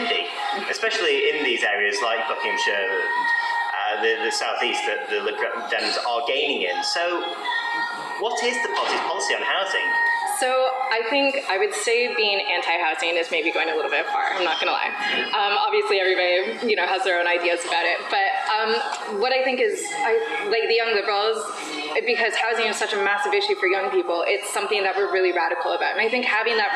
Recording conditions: busy venue